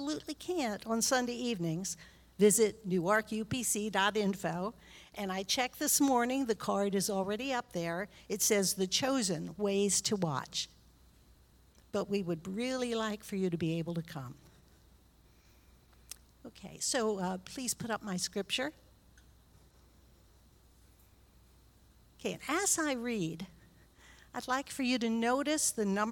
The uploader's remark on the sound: recorded live on September 18th, 2022 at Newark United Pentecostal Church